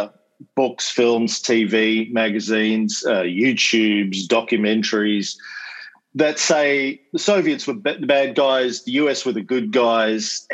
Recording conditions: video call